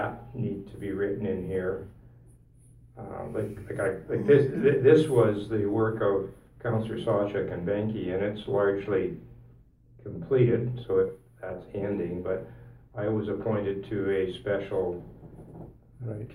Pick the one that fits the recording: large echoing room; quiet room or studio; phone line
large echoing room